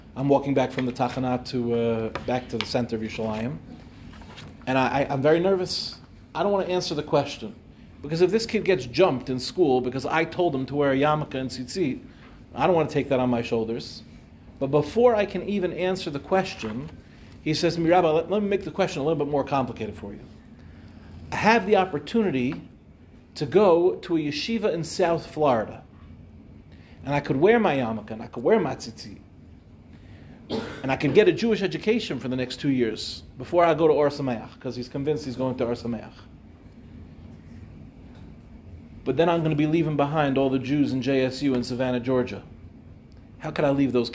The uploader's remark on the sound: delivered at NCSY Michlelet